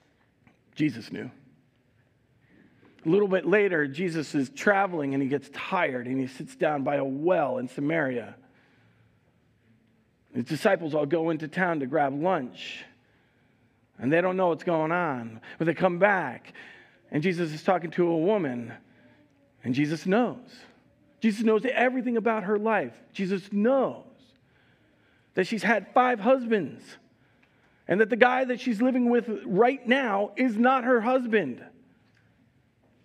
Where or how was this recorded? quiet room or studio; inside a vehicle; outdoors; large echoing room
large echoing room